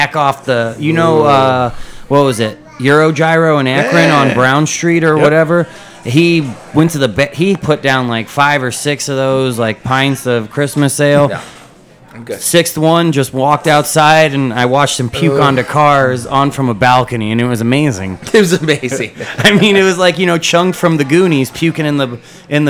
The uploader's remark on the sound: Recorded at Bookhouse Brewing.